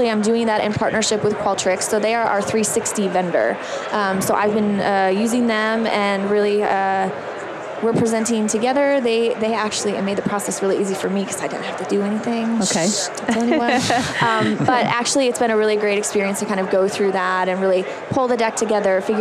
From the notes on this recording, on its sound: LIVE from Las Vegas, at #HRTechConf